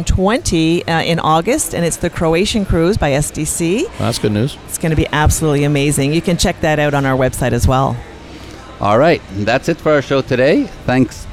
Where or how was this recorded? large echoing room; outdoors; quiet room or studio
outdoors